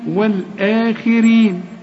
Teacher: الخاء في آخر درجات التفخيم، والآخي والراء مدام مكسورة تبقى مرققة، إذا كانت مفتوحة نفخم.